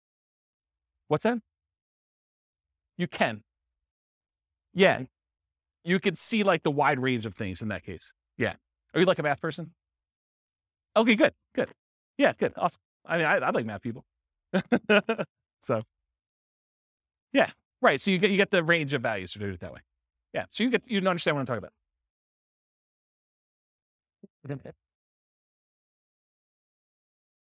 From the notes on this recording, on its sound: This was a live class recorded